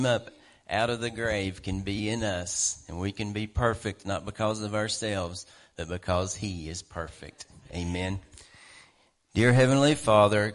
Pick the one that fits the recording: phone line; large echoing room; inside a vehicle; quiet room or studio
large echoing room